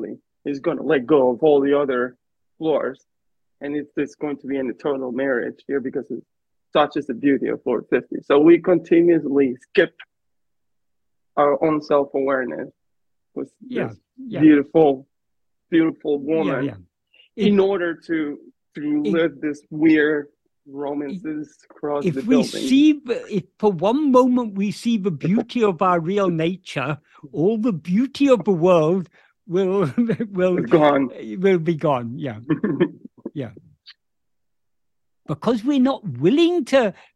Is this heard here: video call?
yes